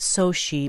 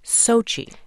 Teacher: chi as in chicken, with the stress on the first syllable · Shown in: second take